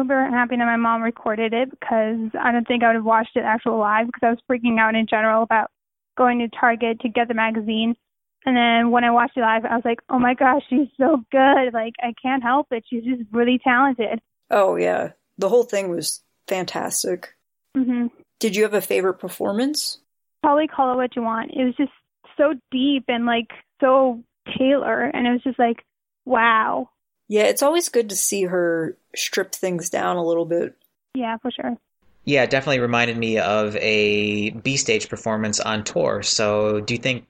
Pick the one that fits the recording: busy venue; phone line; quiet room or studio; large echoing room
phone line